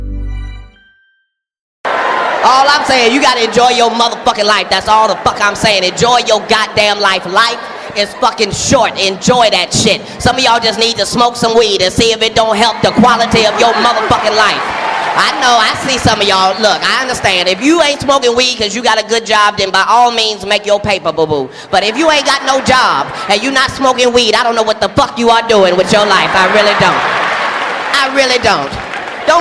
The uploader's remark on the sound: Recorded live at the historic Constitution Hall in Washington, D.C.